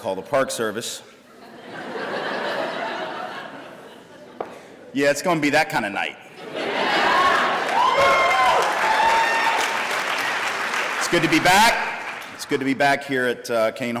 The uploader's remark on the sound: The University of Washington’s Kane Hall. As part of the UW Graduate School public lecture series “Equity and Difference: Privilege.”